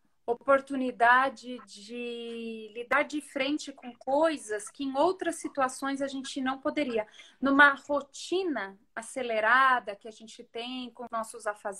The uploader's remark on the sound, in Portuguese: em uma live no instagram